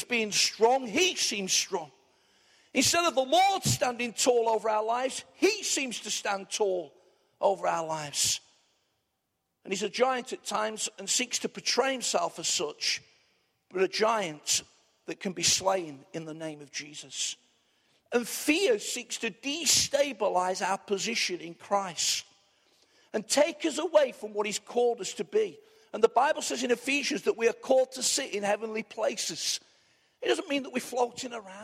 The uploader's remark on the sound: Arena Church Ilkeston